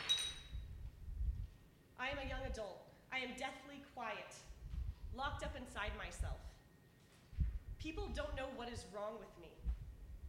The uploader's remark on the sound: originally told this story at our live event on April 26